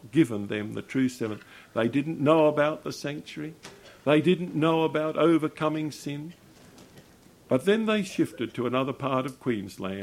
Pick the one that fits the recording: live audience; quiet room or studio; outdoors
live audience